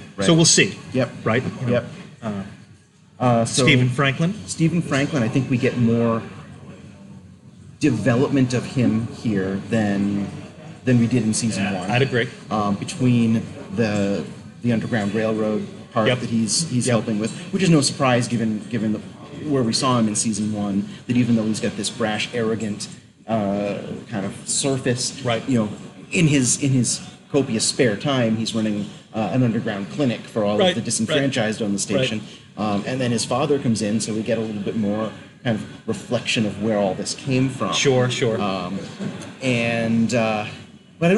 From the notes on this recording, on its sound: Some kind of investment/retirement/MLM fleecing seminar in the hotel. There’s some echo and noise from people walking by. I’ve done what I can with it but obviously it’s not as clean as a regular recording.